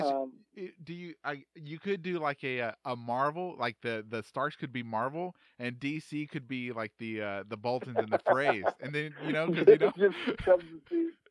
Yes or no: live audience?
no